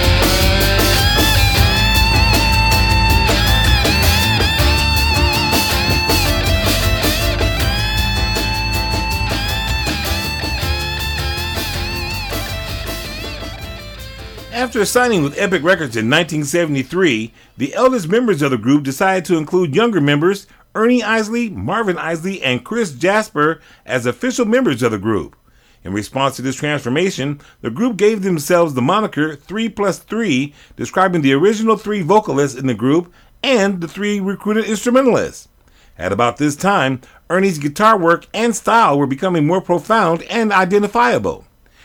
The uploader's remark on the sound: telephone interview